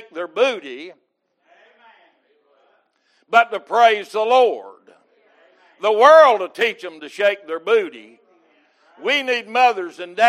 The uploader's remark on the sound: Recorded May 8, 2022 - Sunday Morning Service